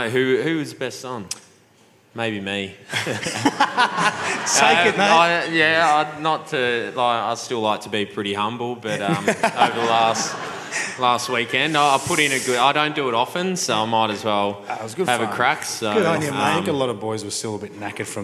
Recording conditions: busy venue